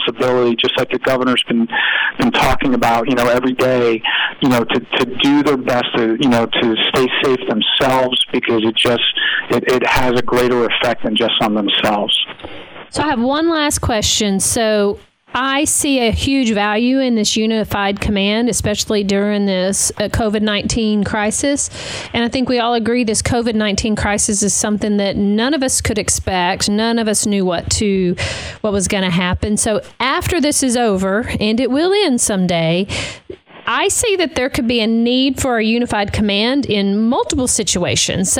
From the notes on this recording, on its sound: on his phone from the task force headquarters